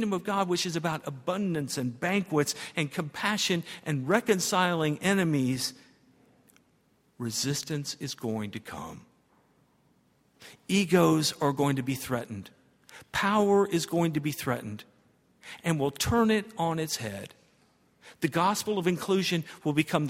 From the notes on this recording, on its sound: at Highland Baptist Church